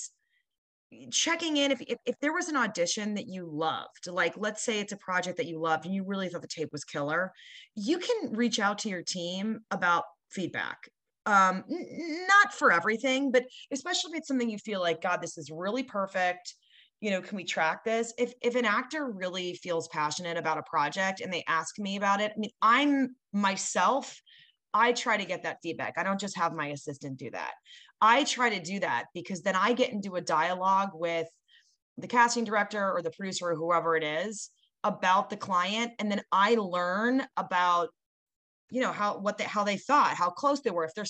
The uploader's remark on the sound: joined us as one of our monthly Guest VIP Zoom calls with the 10,000 NOs Insiders Community